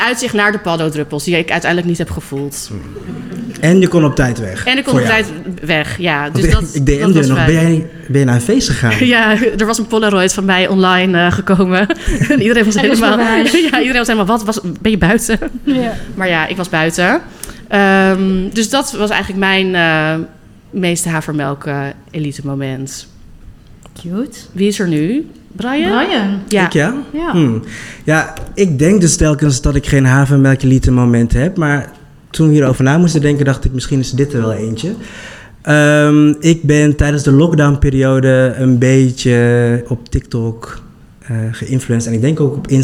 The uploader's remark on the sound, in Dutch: Live vanuit de Havermelkelite Food Night in het Scheepvaartmuseum in Amsterdam